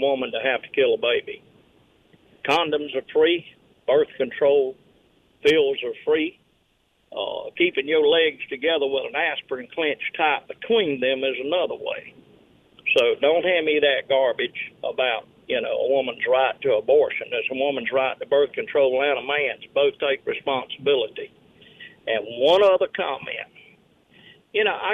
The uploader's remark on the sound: calls from Washington